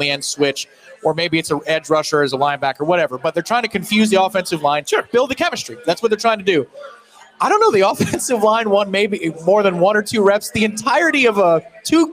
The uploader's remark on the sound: LIVE from the Harry Buffalo in Orlando!